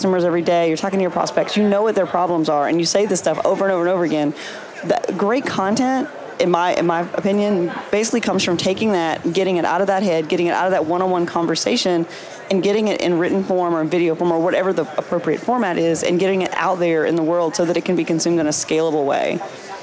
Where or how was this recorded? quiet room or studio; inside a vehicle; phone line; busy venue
busy venue